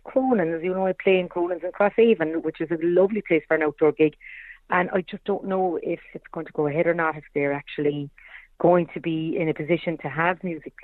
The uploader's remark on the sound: On the phone for a chat.